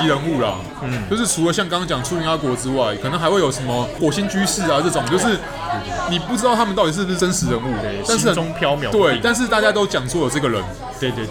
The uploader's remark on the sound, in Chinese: 本集白噪音指數：狂風級 5/5。在有可能是耳朵旅行社開播以來最吵的錄音環境中。錄音地點：老樹咖啡。